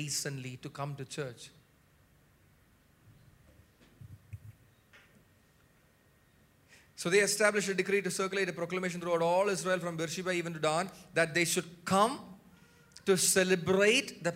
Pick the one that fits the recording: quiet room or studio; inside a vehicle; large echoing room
large echoing room